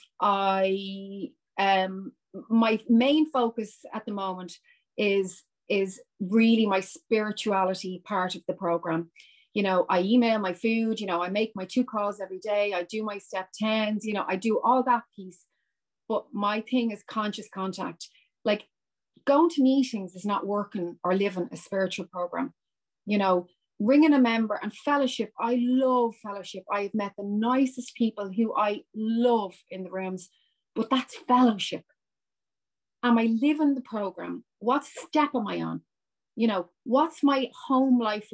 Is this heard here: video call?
yes